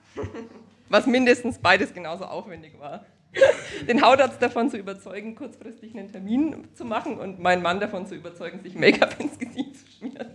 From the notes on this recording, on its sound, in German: Live im Afterwork in Nürnberg von podYou aufgezeichnet. Ein Live Podcast Event, das von der Podcast Brause jeden ersten Mittwoch im Monat veranstaltet wird. Unser Live Publikum hat am Ende der Folge, und das ist das besondere an dieser Aufzeichnung, Tipps für Hochzeitspaare.